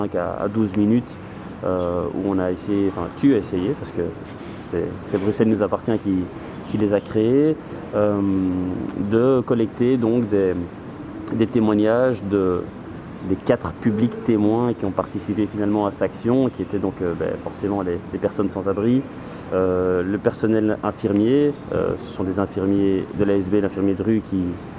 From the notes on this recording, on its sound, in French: Une émission en direct des Halles Saint-Géry